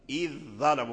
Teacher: ولهذا لم يظهر أحد من القراء ذال إذ عند الظاء، إذ ظلموا، كلهم أدغموا، اتفقوا على إدغام ذال إذ في الظاء